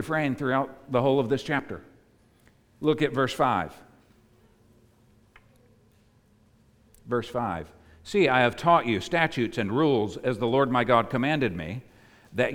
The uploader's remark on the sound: preached at the United Christian Church of Dubai